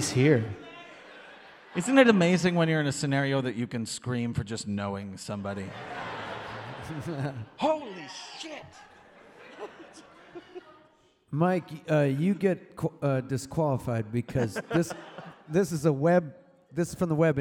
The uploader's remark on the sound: This episode was recorded on November 12th at Murmrr Theatre in Brooklyn, NY during the fourth stop of the Fossio et Satio tour.